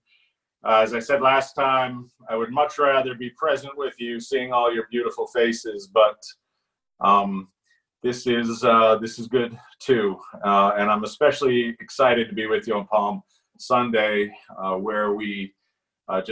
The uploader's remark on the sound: Our Zoom streamed Palm Sunday Service!